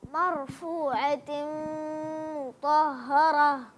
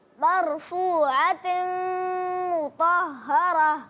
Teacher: अब आपने इदगाम सही किया, उस वक्त आपका इदगाम जो है थोड़ा इख्फा की तरफ जा रहा था · Shown in: second take